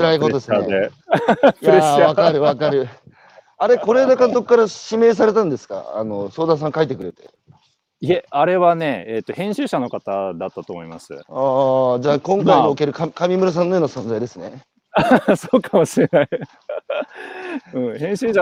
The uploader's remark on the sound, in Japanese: 歩くラジオ。歩きながら1時間、対談する。